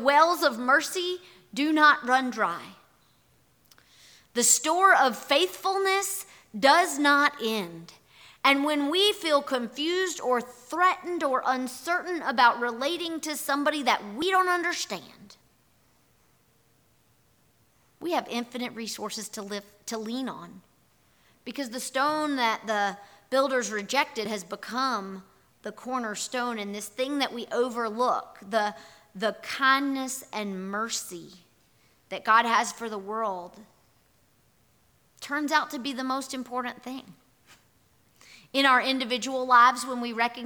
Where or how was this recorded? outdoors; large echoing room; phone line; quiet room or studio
large echoing room